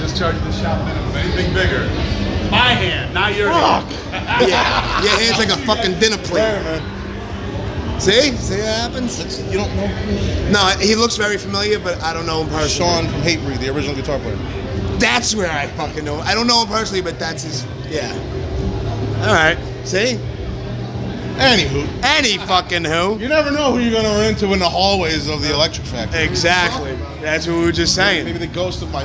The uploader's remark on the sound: Live from This Is Hardcore 2018. In a very loud and chaotic backstage area at This Is Hardcore 2018. With a little side conversation.